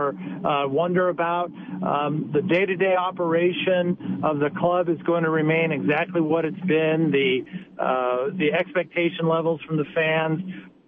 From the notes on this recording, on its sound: Live from the YMCA.